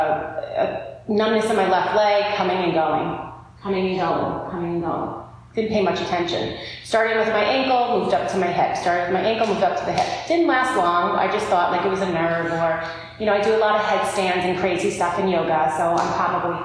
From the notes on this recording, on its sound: Today's show will include parts of a live workshop